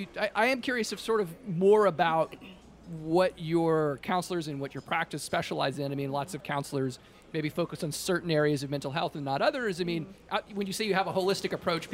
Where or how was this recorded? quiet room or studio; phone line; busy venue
busy venue